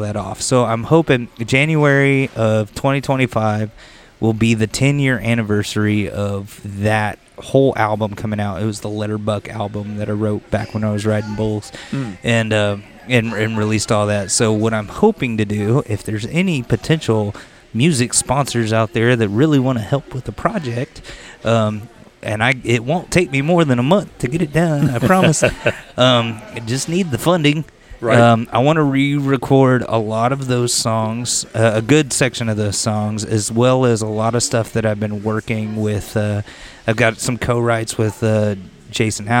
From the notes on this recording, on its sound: Recorded at the Pacific Yard House in downtown Conroe, Texas! Recorded at the Pacific Yard House in downtown Conroe, Texas!